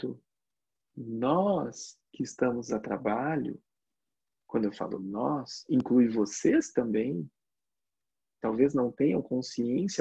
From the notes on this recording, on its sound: Online via Zoom